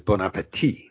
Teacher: No T pronounced at the end